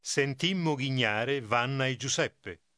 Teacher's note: Notice the longer, more emphatic sound you hear with a double consonant.